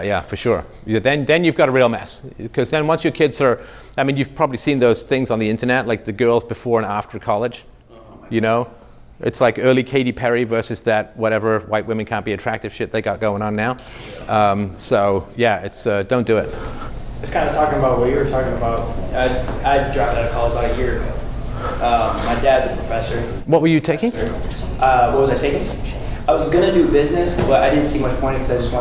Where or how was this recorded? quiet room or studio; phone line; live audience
live audience